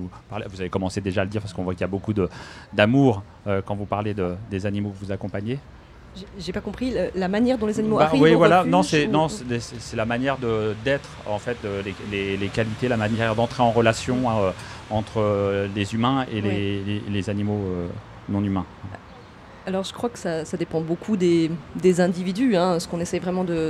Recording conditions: busy venue